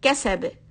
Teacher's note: This is heavier than in the end of ayah 2 where you have kasab. So that is very quick opening of the lips, kasab. And because it's a three letter, you always remember you are going to push kaf, not kasab. · Term: qalqala